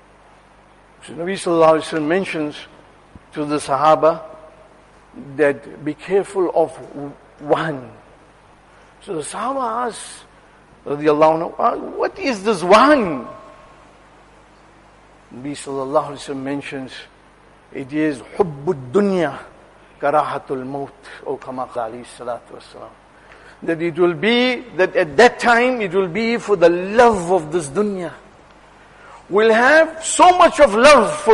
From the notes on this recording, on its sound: Jumuah lecture at Masjid ur Rahman